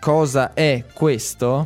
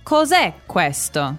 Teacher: we'd actually kind of drop the A on cosa to push things together a little bit more · Shown in: second take · So you'd say cos'è questo.